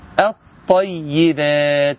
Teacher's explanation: انتقل على طول من الهمزة للطاء · Term: ادغمت في الطاء